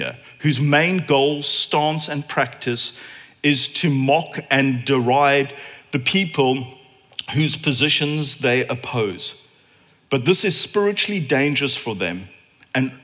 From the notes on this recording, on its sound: at Common Ground Church Rondebosch